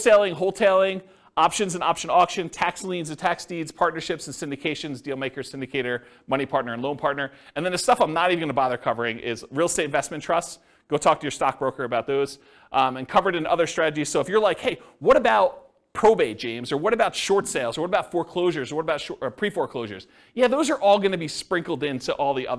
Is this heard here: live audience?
yes